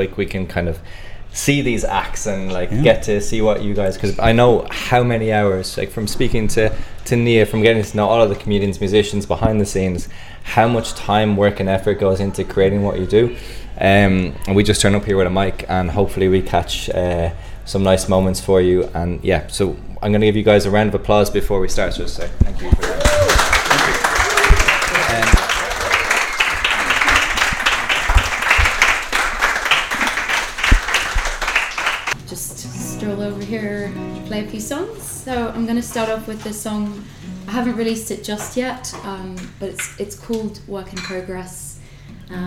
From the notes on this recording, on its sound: We run these live events on a monthly basis. It’s a lovely warm atmosphere. Here’s our live recording.